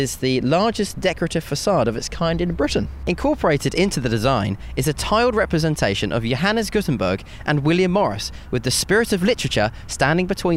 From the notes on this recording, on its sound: An entertaining walk as they discover the sights and sounds of Bristol.